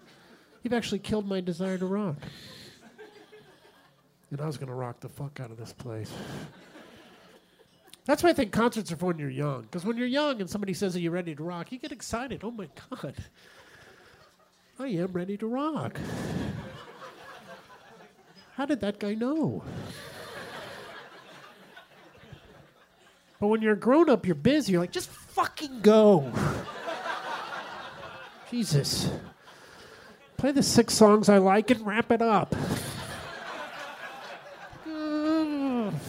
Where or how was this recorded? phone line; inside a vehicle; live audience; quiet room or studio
live audience